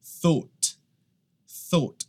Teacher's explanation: O que acontece é que aqui a gente tem o chamado unvoiced TH, que é o TH que não produz som, não tem vibração.